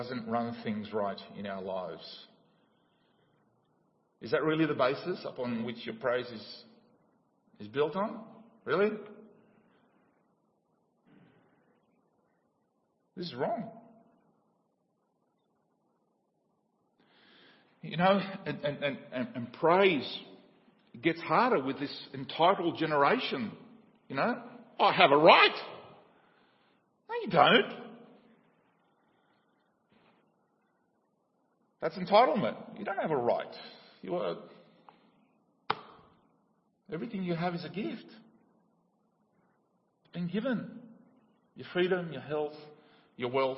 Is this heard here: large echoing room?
yes